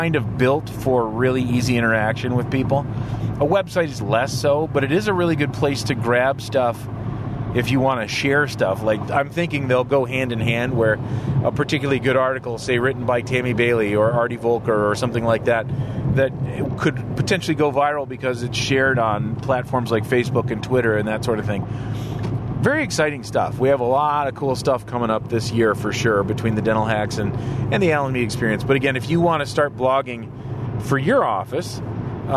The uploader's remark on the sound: This episode was recorded with a new recorder/mic in the car. Today's episode is just some thoughts I'm having on my way to work using a new recorder/mic that I'm bringing to the VoD. Yellowtec iXm mic/recorder.